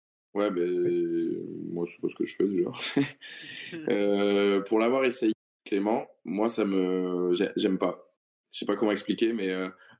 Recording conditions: poor sound quality